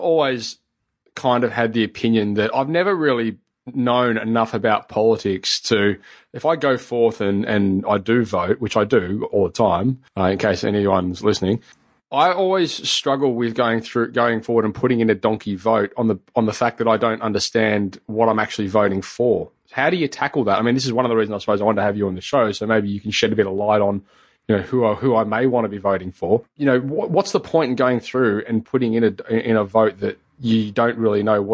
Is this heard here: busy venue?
no